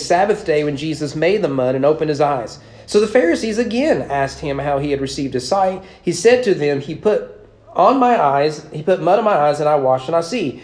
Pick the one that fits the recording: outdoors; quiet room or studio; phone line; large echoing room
large echoing room